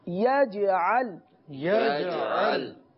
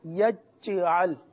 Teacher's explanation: اور یہاں پر یجعل میں جیم ہے، جیم حرف قلقلہ میں سے ہے، لہذا یہاں پر قلقلہ کریں گے · Shown in: first take